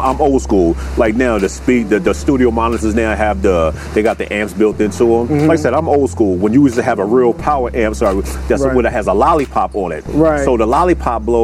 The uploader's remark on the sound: Todays show we are outside